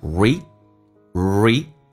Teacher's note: Read 长元音，嘴角往后拉一点点。E, read,当然这个 D 不发音，气流要阻塞一下。